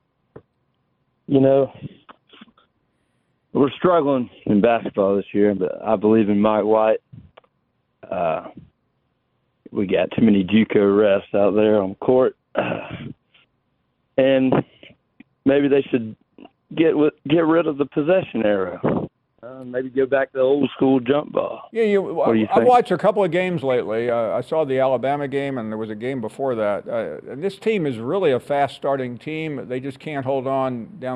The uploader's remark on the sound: more of your phone calls.